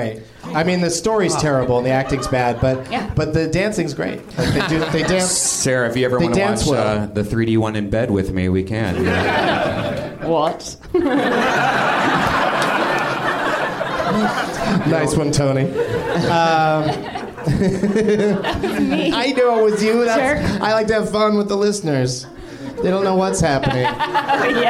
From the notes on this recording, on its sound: Live from The NerdMelt Showroom in LA.